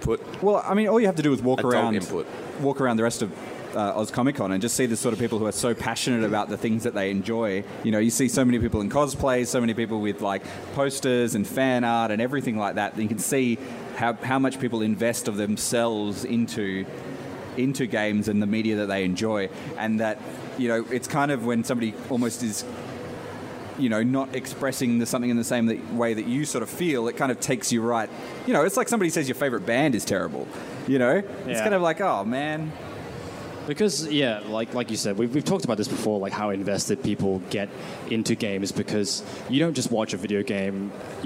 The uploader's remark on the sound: Live at Oz-Comic Con 2016. It's our extended LIVE episode from Perth's Oz Comic Con!